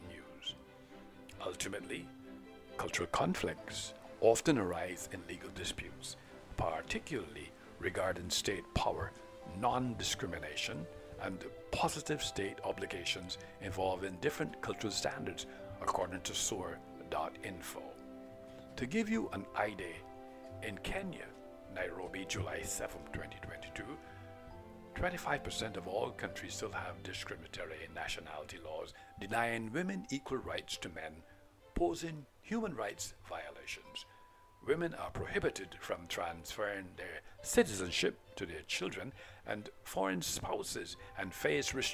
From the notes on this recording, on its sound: On Location Regarding The following-Beach Scene of Brownes Beach Barbados,New Jersey City University.